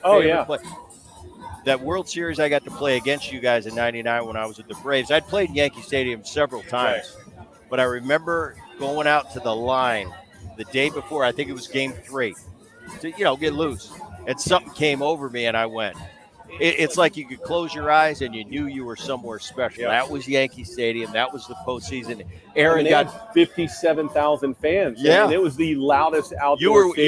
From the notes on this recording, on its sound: live from T-Mobile Park in Seattle